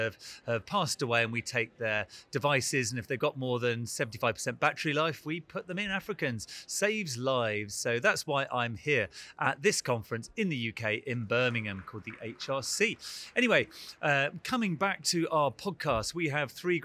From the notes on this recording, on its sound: recorded at the 2023 EACTS Annual Meeting